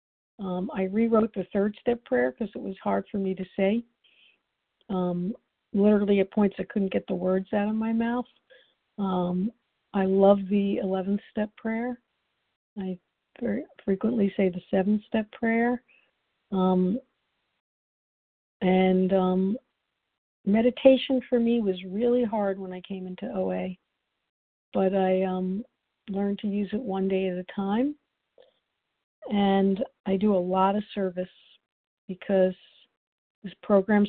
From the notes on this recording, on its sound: the 100 Pounders Phone Meeting